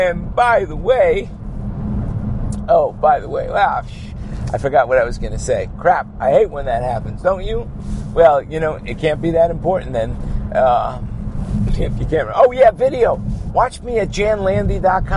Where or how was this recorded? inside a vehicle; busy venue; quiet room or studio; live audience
inside a vehicle